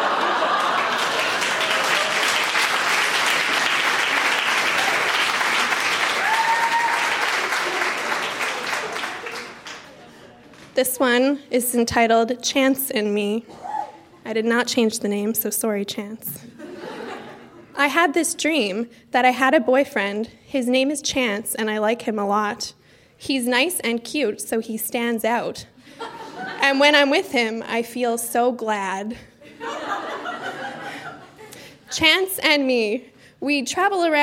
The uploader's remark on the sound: Recorded live at The Walper Hotel in Kitchener.